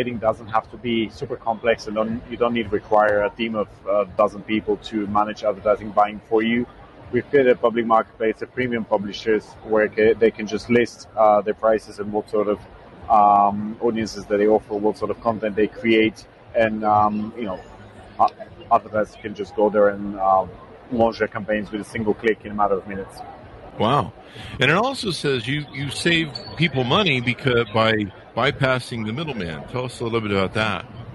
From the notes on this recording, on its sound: At Collision Conference 2022